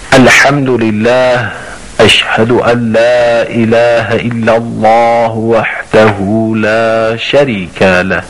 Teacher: نون در لام ادغام میشه با هم دیگه یکی بشه